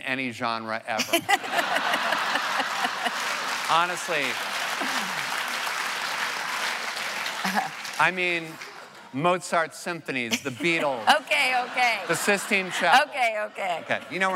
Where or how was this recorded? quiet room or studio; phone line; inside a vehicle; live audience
live audience